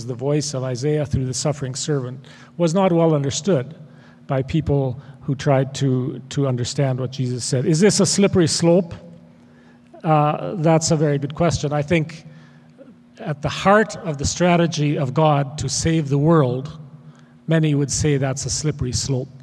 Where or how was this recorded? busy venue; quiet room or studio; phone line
busy venue